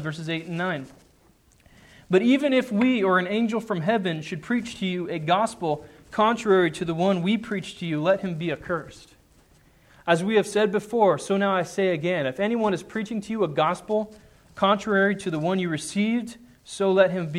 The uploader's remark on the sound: Sermon preached on Sunday, February 28, 2010 at the Church of the Good Shepherd in Glendora